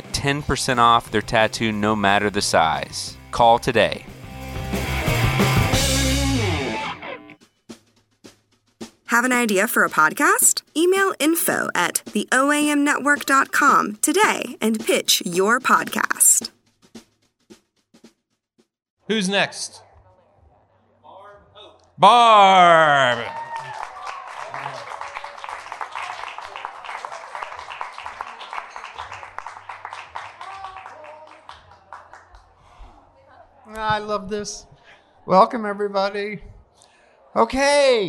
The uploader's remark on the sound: Recorded LIVE at B-Sides in Memphis, TN.